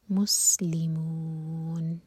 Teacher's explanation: سین پر سیٹی والی آواز آنی چاہیے